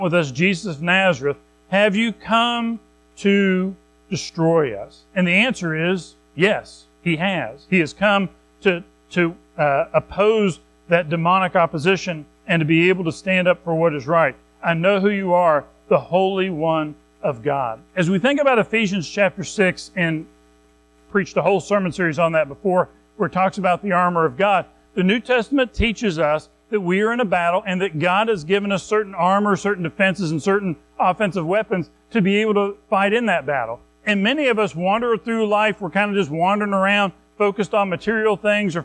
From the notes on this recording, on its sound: Recorded at Madison Baptist Church in Madison WV